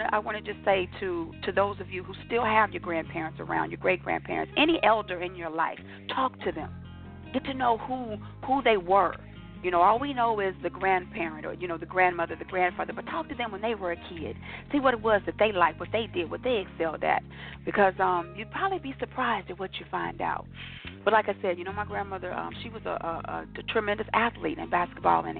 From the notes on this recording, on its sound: your phone calls, comments, questions and more